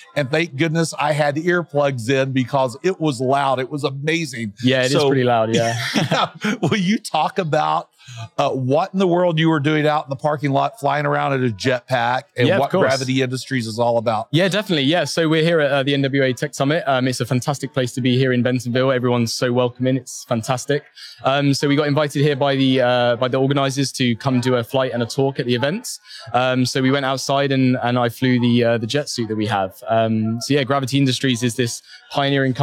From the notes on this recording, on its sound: 2023 NWA Tech Summit Live. Featuring live-recorded conversations at the 2023 Northwest Arkansas Technology Summit with the thinkers and doers shaping the future of global tech in Bentonville.